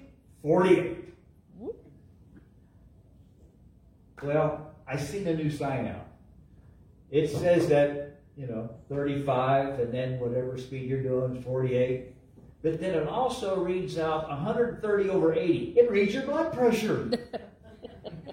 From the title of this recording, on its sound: LIVE from Calvary